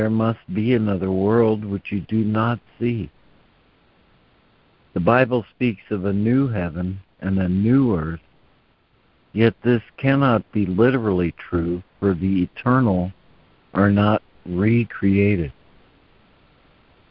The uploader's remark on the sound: ACIM Daily Conference Call